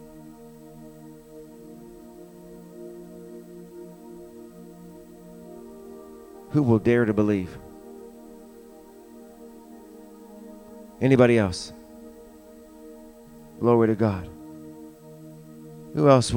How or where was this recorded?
large echoing room